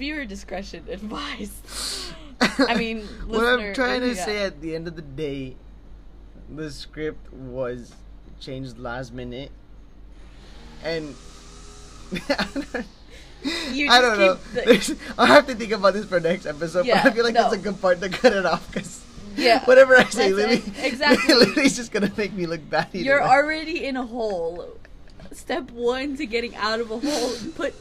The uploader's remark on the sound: Super loud outside noise… we are really sorry.